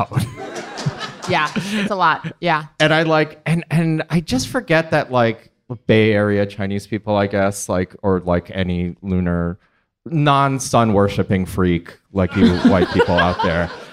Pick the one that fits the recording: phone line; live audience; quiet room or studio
live audience